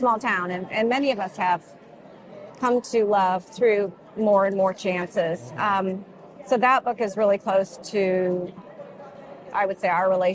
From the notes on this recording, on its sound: Beyond the Pen Goes Live at HEPL Local Author's Book Fair 2023. Recorded live at HEPL Local Author's Book Fair 2023.